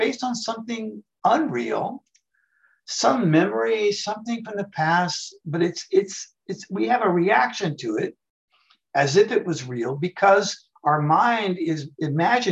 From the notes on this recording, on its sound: The shows are now all hosted on Zoom.